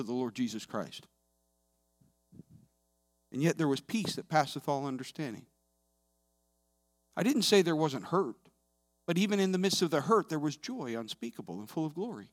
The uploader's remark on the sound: This sermon was recorded live on Sunday, October 24th, 2021 at Newark United Pentecostal Church.